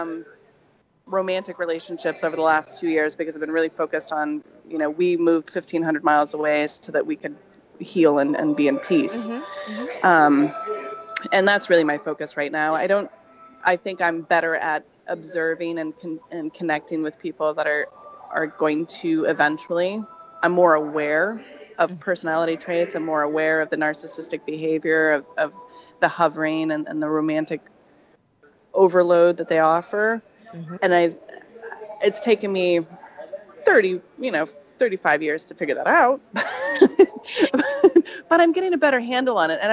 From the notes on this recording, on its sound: Please excuse the background noise